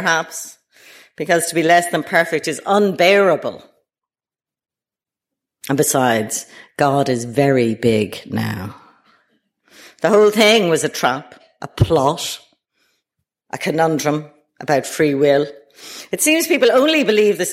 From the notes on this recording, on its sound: delivered at the British Museum